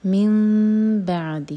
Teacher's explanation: نون میمی change ہو رہا ہے، اقلاب ہو رہا ہے، تو میم کو ہولڈ کریں گے پھر با پڑھیں گے